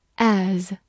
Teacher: 字母 A 发大口的 A，S 发 Z · IPA: æz